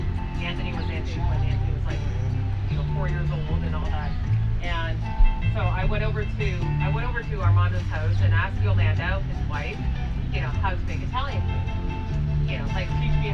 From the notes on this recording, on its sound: Live at the MMPR18 BBQ pt 2